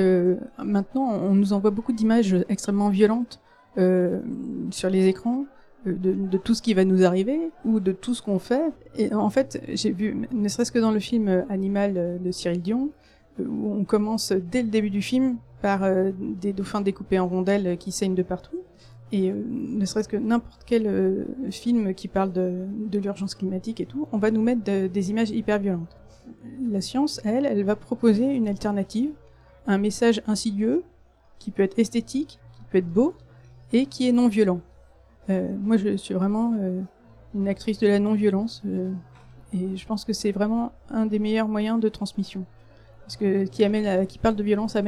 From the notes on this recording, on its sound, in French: Une émission enregistrée en direct des Utopiales